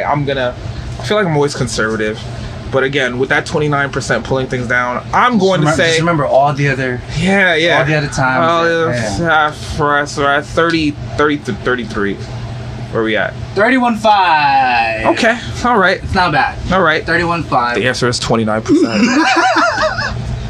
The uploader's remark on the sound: Live in Restaurant